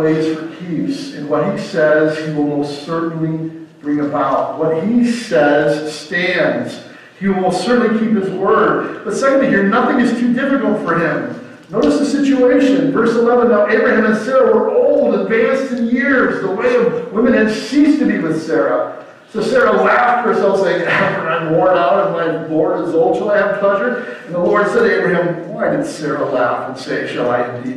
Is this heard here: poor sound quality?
yes